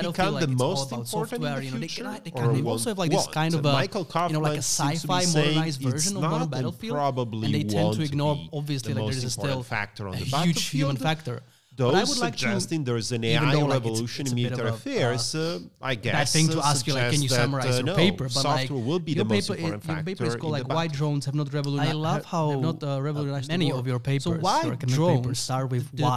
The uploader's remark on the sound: Last week we had the biggest honor to organise this year's edition of Czech Security Forum conference. As a part of the conference , we interviewed.